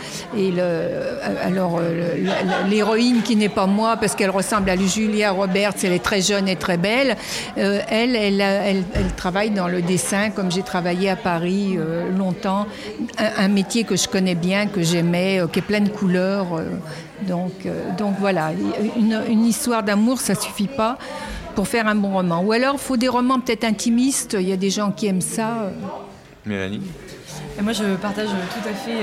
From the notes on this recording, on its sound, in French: Assis à une table du bar le Clémenceau de Jard sur mer, nous recevons des auteurs et des éditeurs qui participent à Escale Littéraire, le festival proposé par la communauté de commune Vendée Grand littoral.